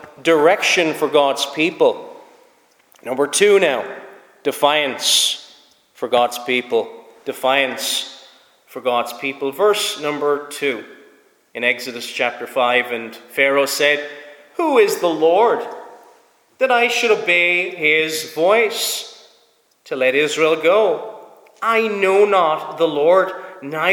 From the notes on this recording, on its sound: Preached at Snizort Free Church